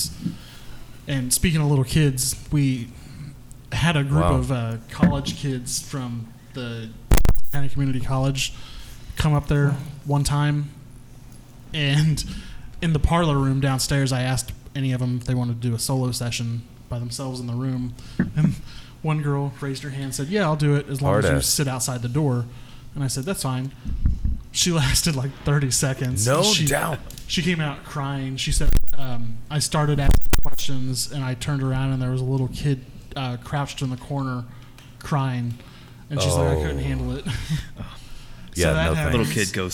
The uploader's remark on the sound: The gang got together and recorded this episode live from Big Rip Brewing Company in KC.